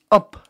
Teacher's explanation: Zacht klinkt de bed na een klinken, zoals in ap. De bed krijgt hier een lichte ademklank achter zich aan, een zachte h, die hij meekrijgt van de klinker a. Klinkers zijn immers ademklanken.